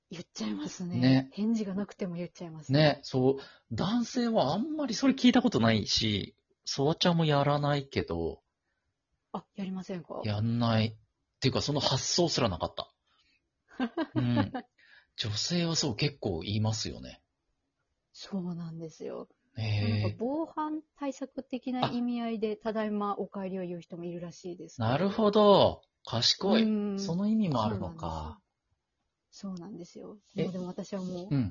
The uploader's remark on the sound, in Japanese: リモート収録。ゲストと一緒に配信。